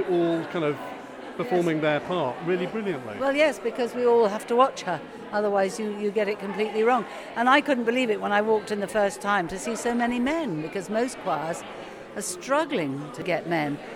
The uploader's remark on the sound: Ryecast joined the fifty or so people putting in some last-minute practice. Every Thursday evening the Creative Centre – the old school – on New Road in Rye is filled with the sound of joyful singing. I listened in on rehearsals.